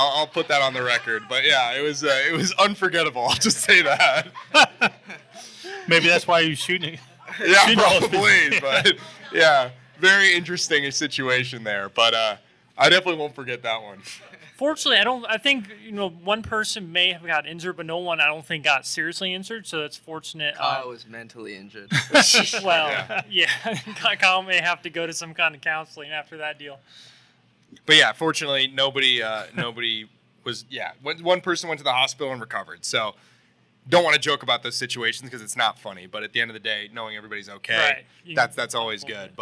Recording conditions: busy venue